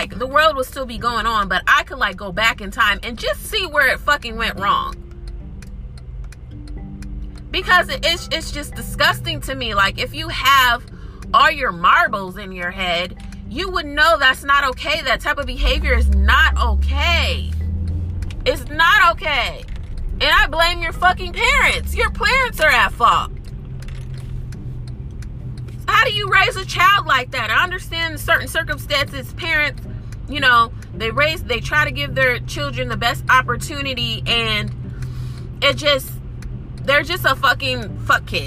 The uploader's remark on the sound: There is background noise my apologies in advance.